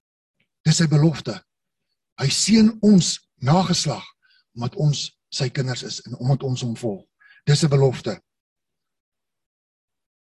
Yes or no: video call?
yes